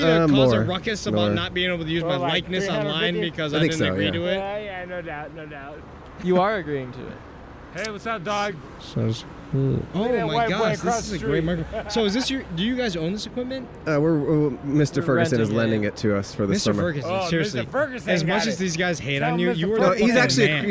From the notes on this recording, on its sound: Recorded on Hill Street in Downtown Los Angeles.